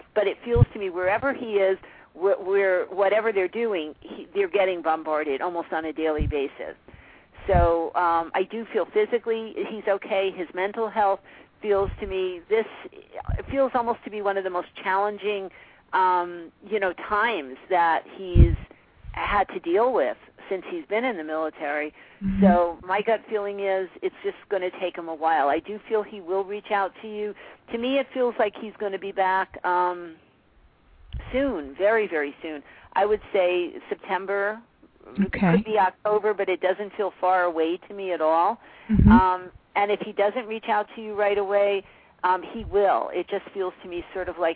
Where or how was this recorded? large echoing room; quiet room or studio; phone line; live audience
phone line